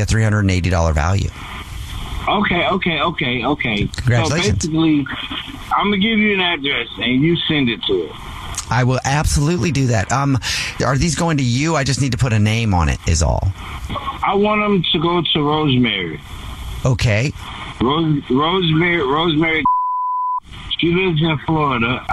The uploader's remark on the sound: One of our listeners is on the phone